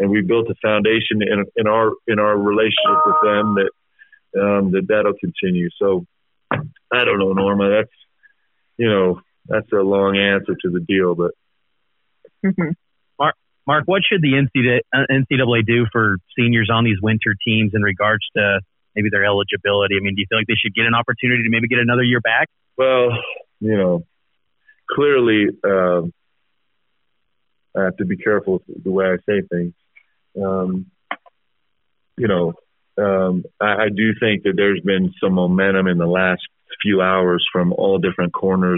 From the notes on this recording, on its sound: teleconference with the media